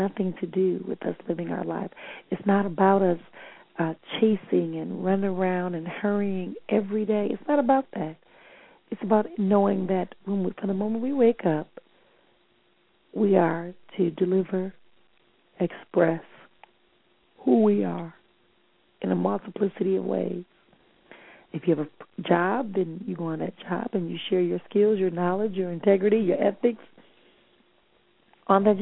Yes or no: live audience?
no